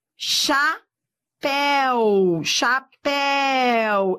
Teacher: Eu tenho aqui el, ditongo. Ó, el, decrescente. Eu fui do forte para o fraco. · Term: ditongo decrescente